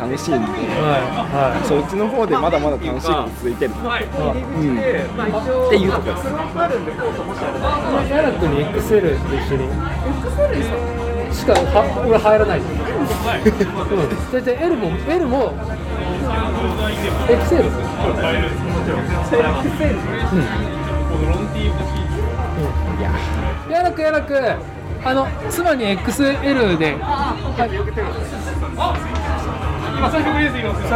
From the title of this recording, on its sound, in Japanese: 屋外収録「Circles 16th Anniv. Party」